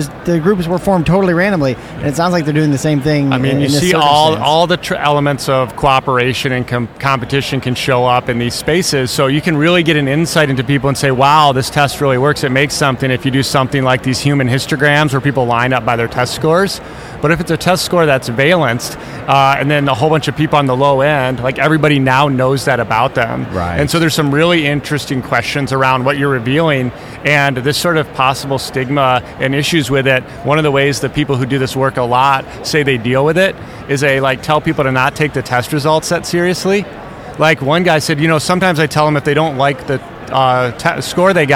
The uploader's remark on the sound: Live from SIOP